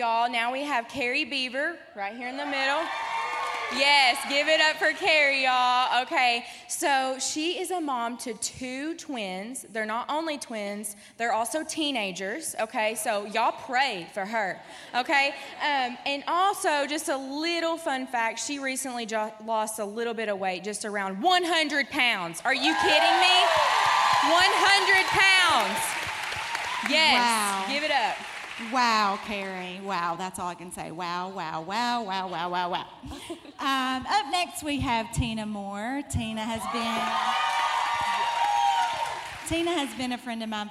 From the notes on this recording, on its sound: Panel Discussion and Sermon from WOMAN Night. At the Cabot campus of newlifechurch.tv.